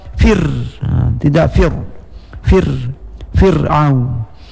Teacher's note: sebelum ra mati huruf yang mematikannya itu huruf fa baris di bawah, maka ra seperti bacaan baris di bawah, baris kasrah ri, berarti tarqiq